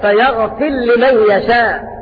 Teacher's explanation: أبا عمرو بخلف عن الدور يدغم الراء في اللام